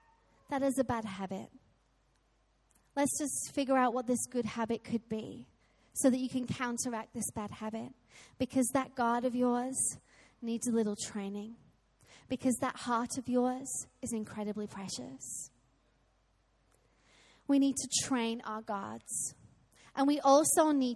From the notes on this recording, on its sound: Recorded live at Life Church